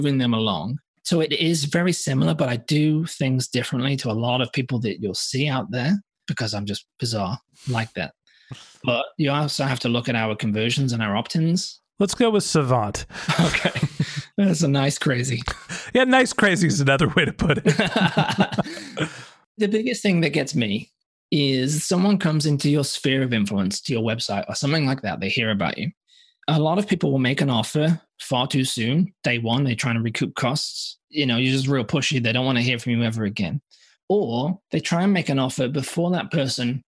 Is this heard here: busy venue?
no